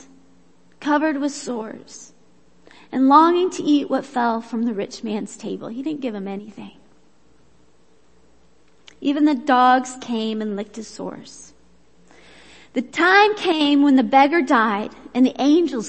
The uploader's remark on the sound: Worship Service - Audio